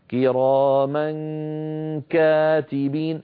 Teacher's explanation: ننتقل من مخرج الميم إلى مخرج الكاف من غير ضغط، والضغط يكون عندما أصل إلى نطق الكاف